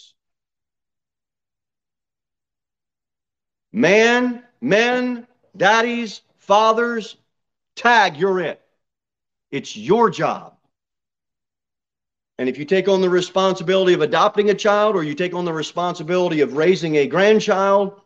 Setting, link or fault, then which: setting, large echoing room